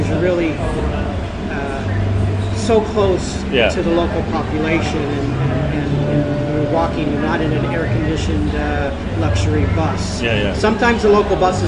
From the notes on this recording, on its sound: We were in Puerto Vallarta, Mexico for this week's podcast taking in all the sights and sounds of Day of the Dead.